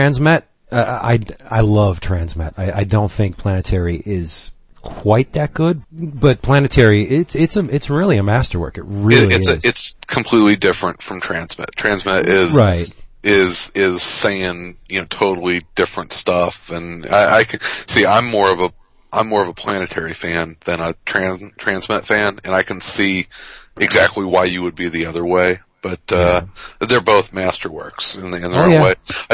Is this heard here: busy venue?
no